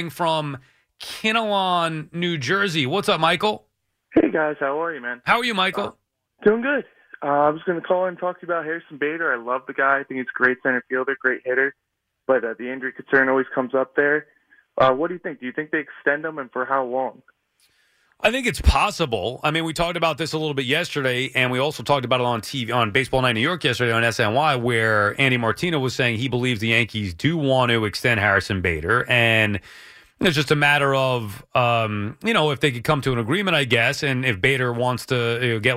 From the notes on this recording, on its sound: Plus, your phone calls and much more.